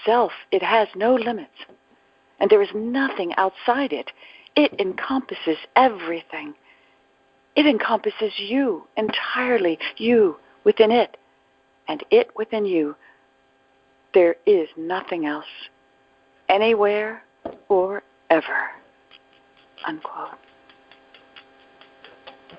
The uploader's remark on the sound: ACIM Saturday “Practical Application” Conference Call.